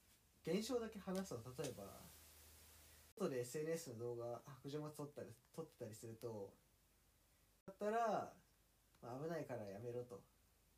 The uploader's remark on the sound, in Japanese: 初撮影の為、音声小さいです。